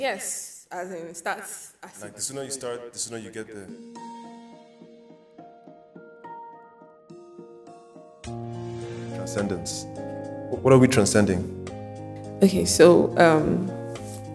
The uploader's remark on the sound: Recorded at the venue of her exhibition (Retro Africa)